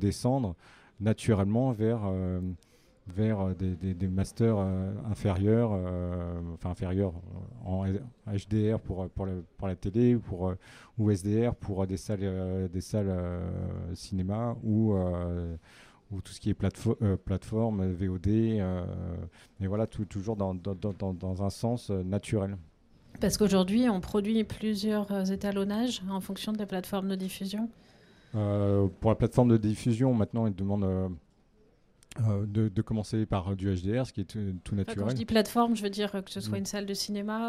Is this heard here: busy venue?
yes